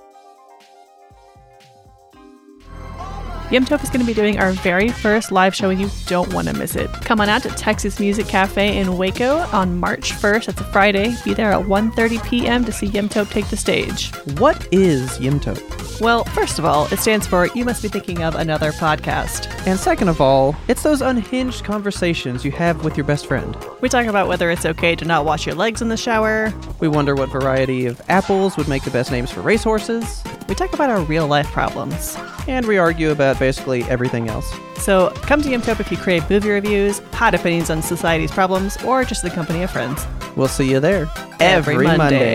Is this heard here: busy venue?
yes